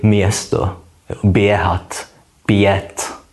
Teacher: Takže když dneska máme napsané město, tedy M, E s háčkem, S, T, O, tak si se píšeme E s háčkem, což je stejný znak, kterým se značilo to původní jať, ale nevyslovujeme už původní praslovanské jať, že jo, nějaké to A, ale vyslovujeme to jako je